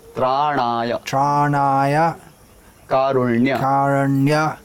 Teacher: जो ण है वो मूर्धन्य ण है